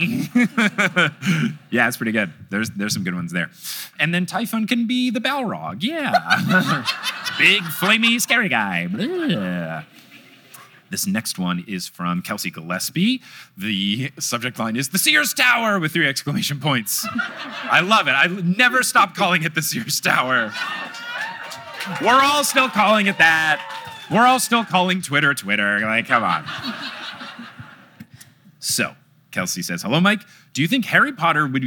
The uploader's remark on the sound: LIVE in Chicago! It’s a fun show in front of a packed crowd.